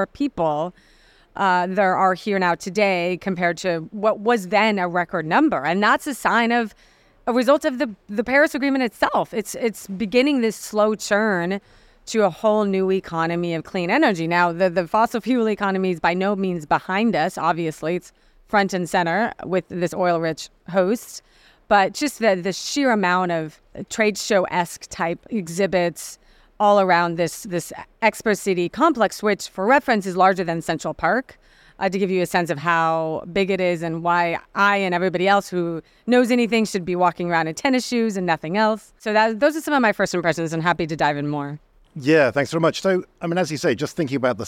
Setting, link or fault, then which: setting, busy venue